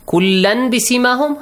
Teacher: So you change the hidden noon sound, which you should not pronounce, to a hidden meme sound, which you should pronounce. · Term: iqlab